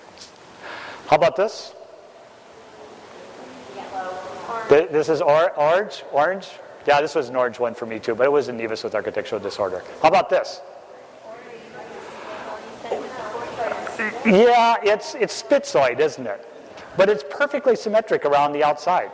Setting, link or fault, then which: setting, live audience